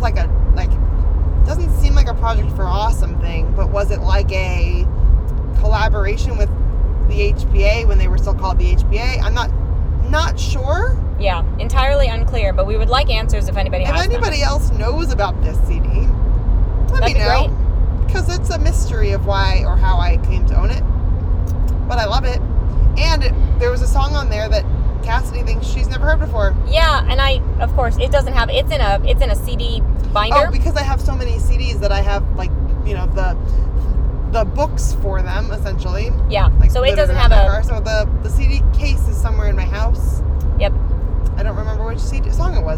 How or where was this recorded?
inside a vehicle